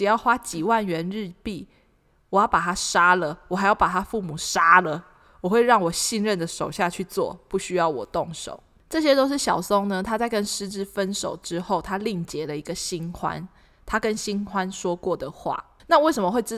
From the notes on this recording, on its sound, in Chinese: 我們換了一個大空間錄音導致收音狀況會有較大回音，敬請見諒。